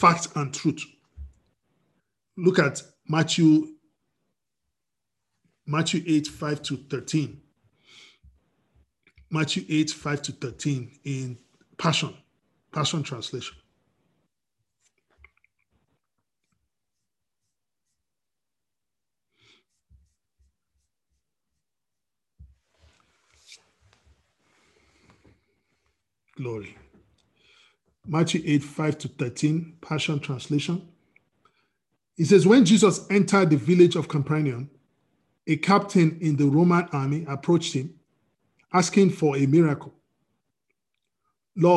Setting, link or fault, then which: link, video call